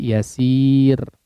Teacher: Coba diperhatikan. Yasir ya, tipis, ro-nya dibaca tipis ya